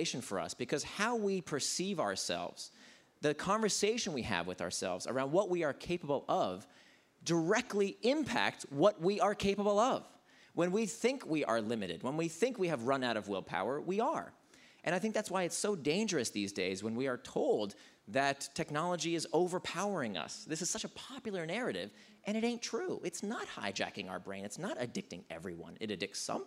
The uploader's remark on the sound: LIVE from FCNY 2019. Recorded live at the Fast Company Innovation Festival.